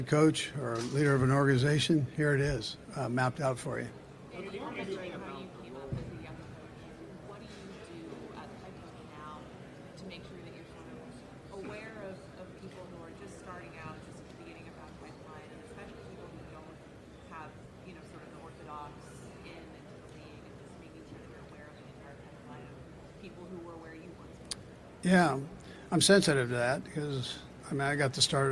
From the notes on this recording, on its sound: live from the NFL Combine